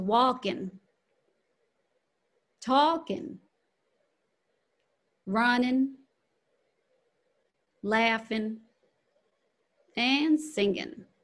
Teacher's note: the ing, the dropping of the ing, tends to get dropped for more casual speech